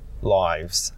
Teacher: This vowel sort of blends or bleeds from one shape to another shape before it finishes. · Term: diphthong